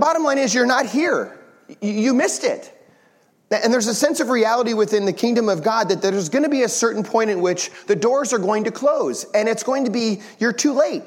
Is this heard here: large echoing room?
yes